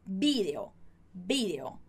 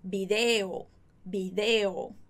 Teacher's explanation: E daí a gente tem vídeo, a palavrinha vídeo no espanhol da Espanha, você vai ver assim, com acento igualzinho no português e a pronúncia com B bem marcado, mas a ênfase da palavra vai estar no bi · Shown in: first take